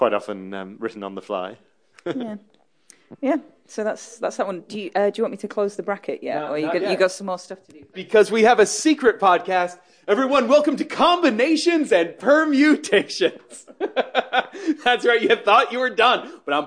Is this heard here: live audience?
yes